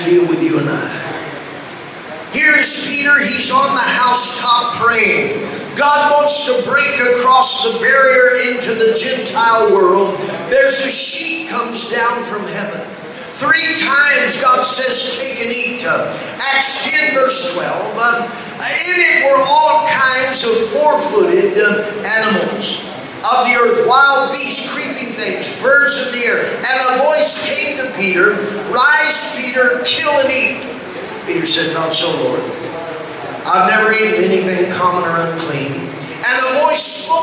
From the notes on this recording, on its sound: LOW SOUND QUALITY